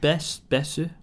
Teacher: Yeah, it would be Elizabeth-su, like that. So the TH noise is a su noise in Japanese.